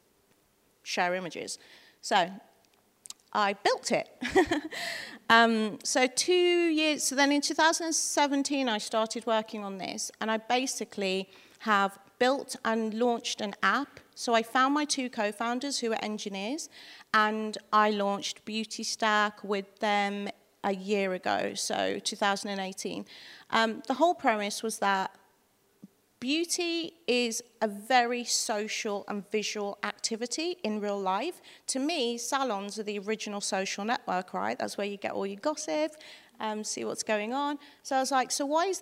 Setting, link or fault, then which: setting, live audience